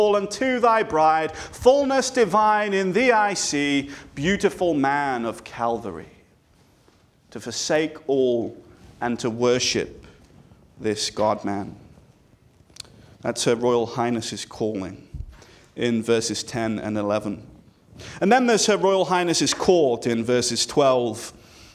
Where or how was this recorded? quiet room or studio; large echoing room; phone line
large echoing room